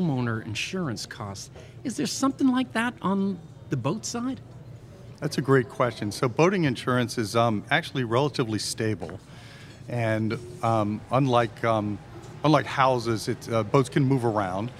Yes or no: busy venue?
yes